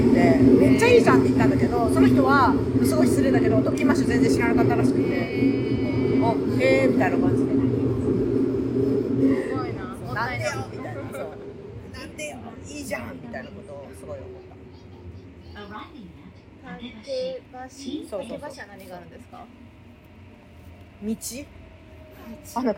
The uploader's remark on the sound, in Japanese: お互い忙しくてまさかの「電車移動トーク」になりましたとさw。本日電車の音が入ってますので。